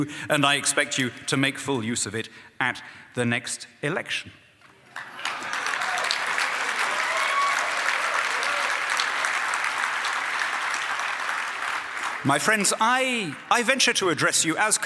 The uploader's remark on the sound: speaks at Acton’s 2014 Anniversary Dinner